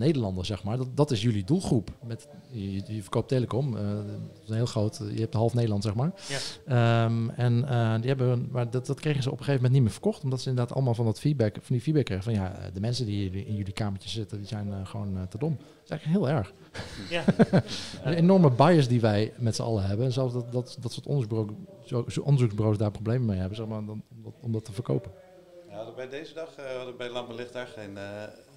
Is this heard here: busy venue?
yes